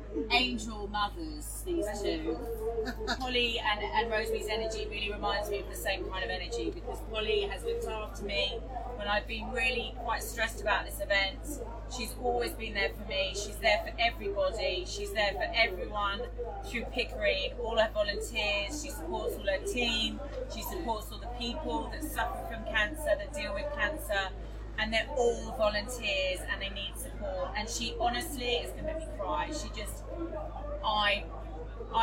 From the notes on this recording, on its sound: Hear snippets of performances throughout the day, some live commentary, and some words from the amazing charities this event supports.